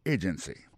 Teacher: accent tombé sous premier syllabe là. Agency. · Term: accent tonique